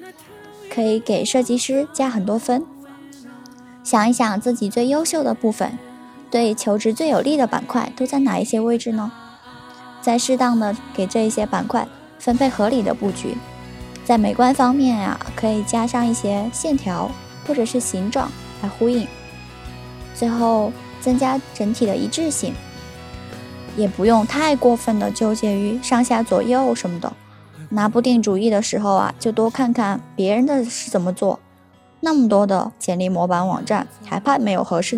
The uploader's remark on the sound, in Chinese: 学校录音的地方太难选择了。最后只能在天台录音，希望大家不要太在意天台的风声。